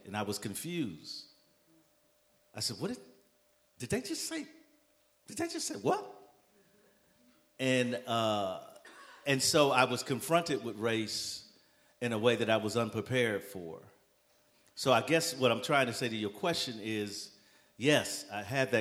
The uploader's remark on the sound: A live podcast recording followed by dinner and conversation to bring together the Black/African-American and Jewish Communities.